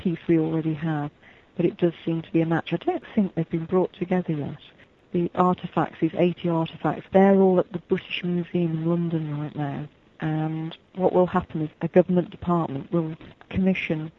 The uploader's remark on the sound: Chat with us via telephone.